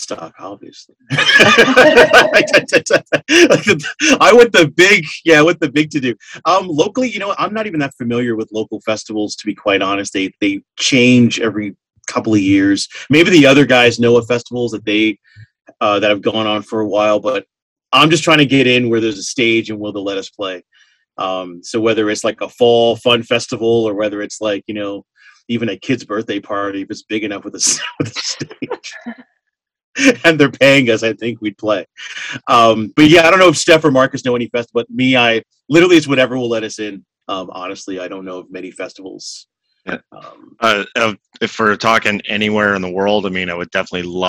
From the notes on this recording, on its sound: Recorded on Zoom.